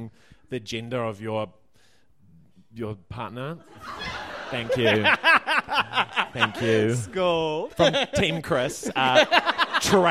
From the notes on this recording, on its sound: LIVE from Auckland’s Basement Theatre in front of a sold-out audience.